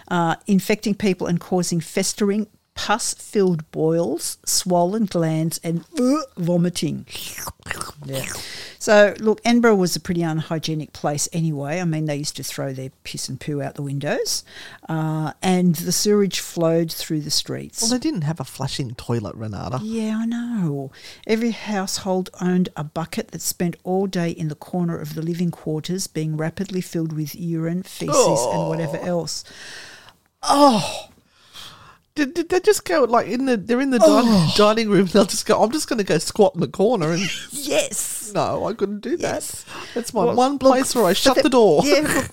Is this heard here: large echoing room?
no